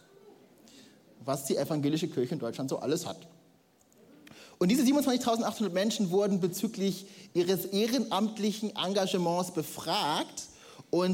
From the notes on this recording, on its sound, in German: Audiomitschnitt der Predigt vom 16.